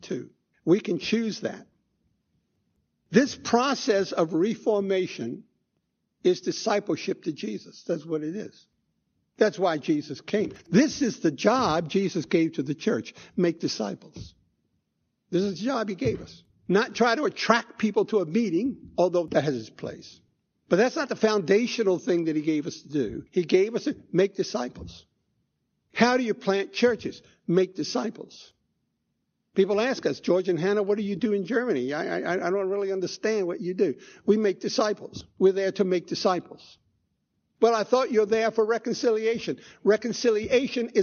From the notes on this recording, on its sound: Recorded 1/1/2016 at Christ Church Anglican